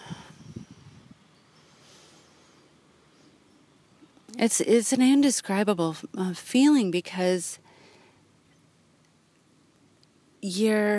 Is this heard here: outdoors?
yes